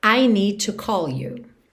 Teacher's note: Need termina em D, to começa em T, eu junto tudo num som só. Isso acontece com DD, TT, TD e DT, ok?